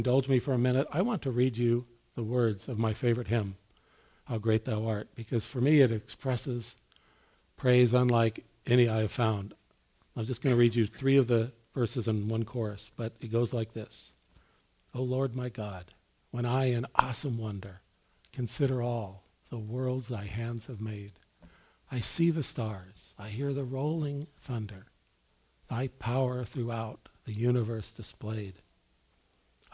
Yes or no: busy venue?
no